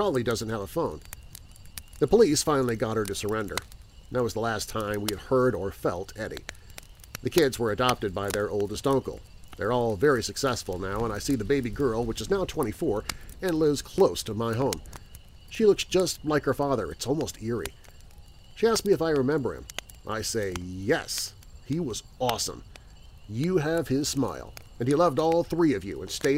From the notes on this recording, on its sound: Once a month I come to you without the fancy production and creepy music, and it’s just you, me, and this campfire with whatever Mother Nature wants to send our way for background noise. Background music provided by Alibi Music, EpidemicSound and/or AudioBlocks with paid license.